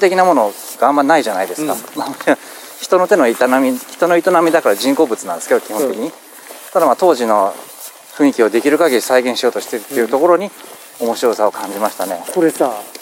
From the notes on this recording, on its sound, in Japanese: 佐賀県吉野ヶ里遺跡に行った時の記録をお届けします。おっさん二人が国指定の特別史跡でキャッキャウフフするだけの音声です。